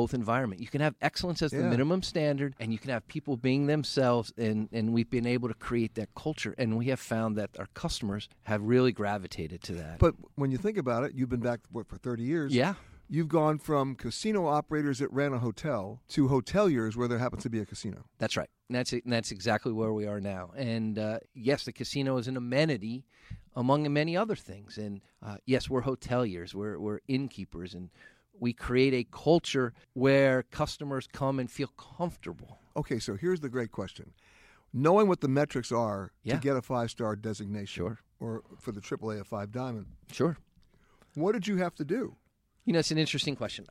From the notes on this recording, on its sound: comes from the Forbes Travel Guide Luxury Summit at the Beverly Hilton Hotel in Beverly Hills, California